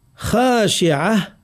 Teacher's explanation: نفخم صوت الخاء تفخيما معتدلا من غير مبالغة ومن غير أن نرققه